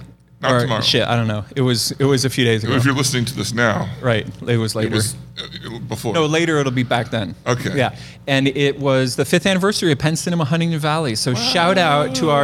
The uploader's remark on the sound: Live From The Red Rose Film Festival. Recording live at the Zoetropolis Cinema Stillhouse.